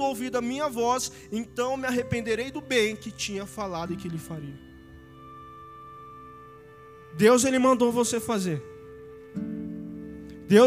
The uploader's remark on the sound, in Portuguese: Áudio do Culto de Domingo